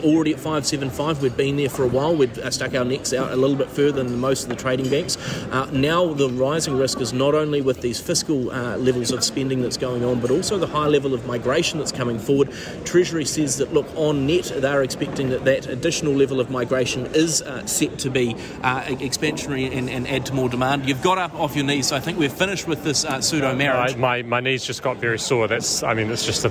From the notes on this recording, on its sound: Live from inside the Budget 2023 lockup